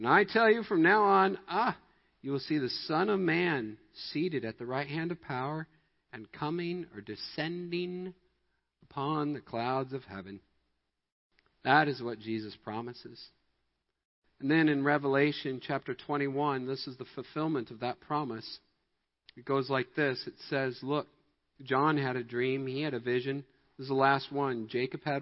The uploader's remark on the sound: Midland Evangelical Free Church Sermon Audio